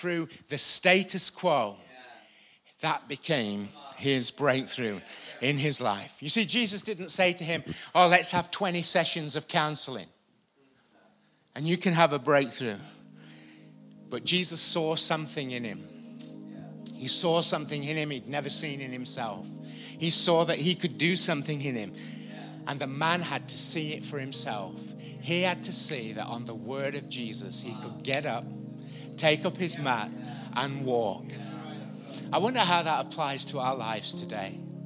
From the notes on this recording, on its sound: Recorded live at the Chesterfield Campus this is the message from the evening service on the 1st December 19.